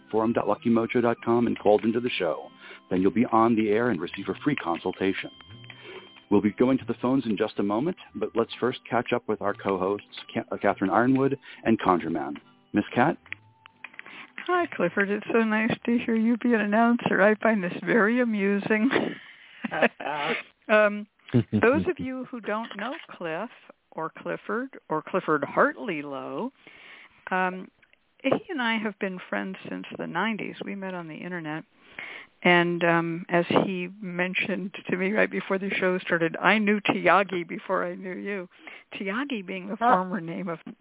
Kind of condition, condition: link, phone line